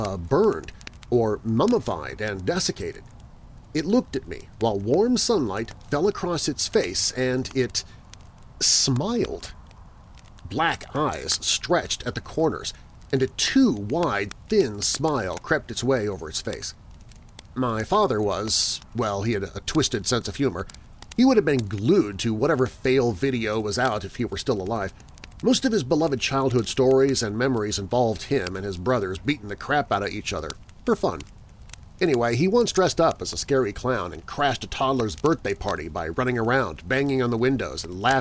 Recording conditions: outdoors